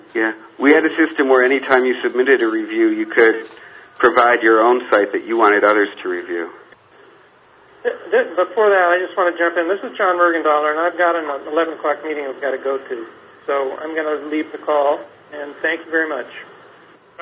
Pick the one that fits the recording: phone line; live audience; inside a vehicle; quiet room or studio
phone line